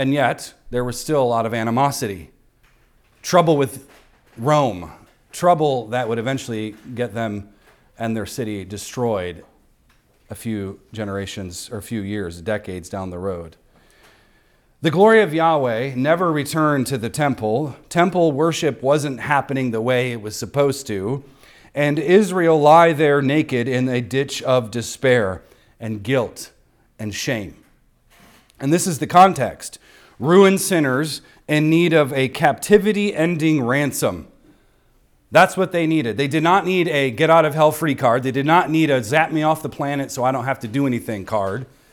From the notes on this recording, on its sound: recorded on Sunday, December 17th, 2023, at the weekly worship gathering of Cross & Crown Church.